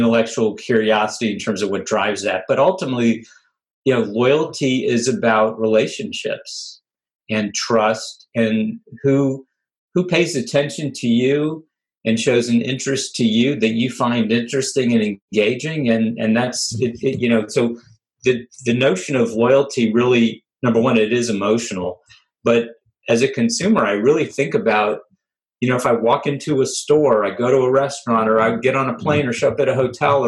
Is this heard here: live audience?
no